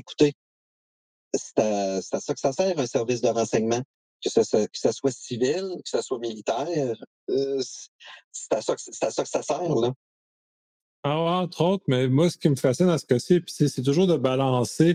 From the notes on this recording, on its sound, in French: La plateforme d’enregistrement a connu quelques problèmes et le traitement automatique nous a pas permis de les corriger.